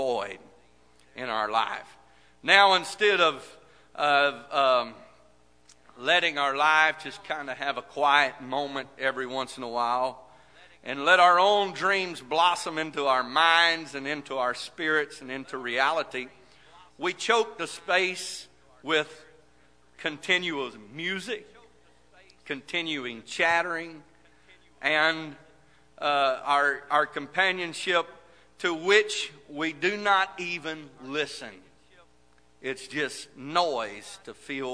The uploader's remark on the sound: This message Broadcast Live from First Pentecostal Church of Silsbee, Texas